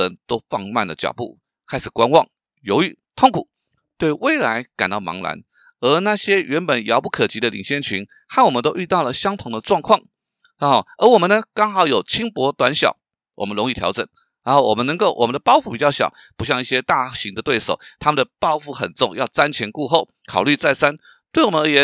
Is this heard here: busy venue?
no